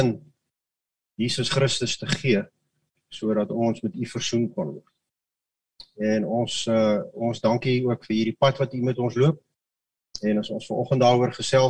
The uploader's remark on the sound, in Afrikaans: Manne van die Woord Zoom Byeenkoms.